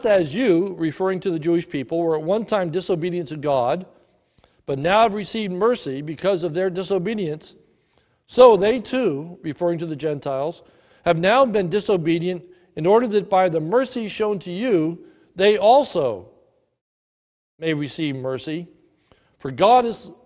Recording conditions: large echoing room